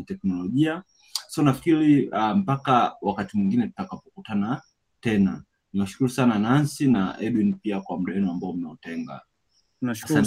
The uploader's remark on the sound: Live webinar